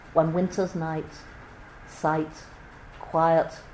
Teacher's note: we've got this very gentle dental T sound